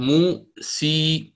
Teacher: سأنحو الآن بالسين المفتوحة إلى الكسرة، ولكن لن تكون كسرة خالصة، وبما أنها ما كانت كسرة خالصة فلن يكون بعدها ياء مدية، ولذلك نحن نقول الألف ستقترب وتنحو من الياء وليست بياء، وهي تسمى أيضا بالإضجاعي. · Term: الإمالة الكبرى